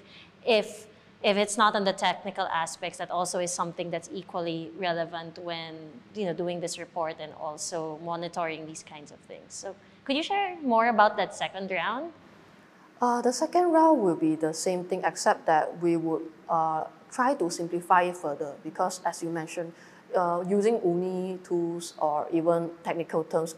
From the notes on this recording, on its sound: PGP Live at DRAPAC23. Recorded live at the Digital Rights Asia Pacific Assembly in Chiang Mai, Thailand.